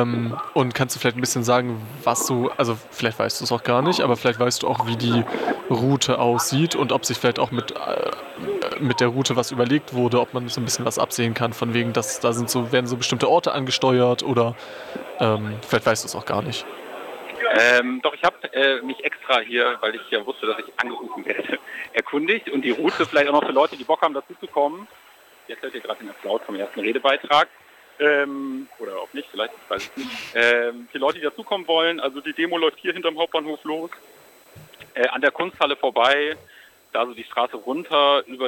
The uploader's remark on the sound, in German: Außerdem ein Live-Bericht von der Demo gegen die Feierlichkeiten anlässlich des Tages der Deutschen Einheit.